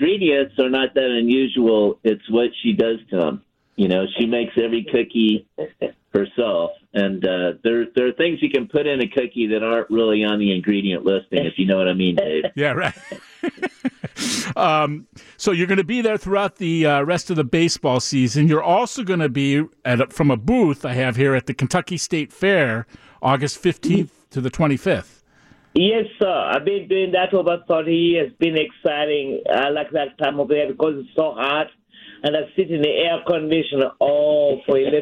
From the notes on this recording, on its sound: joins the conversation over the phone